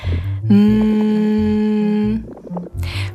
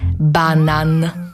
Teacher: powietrze wylatuje z was i buzią, i nosem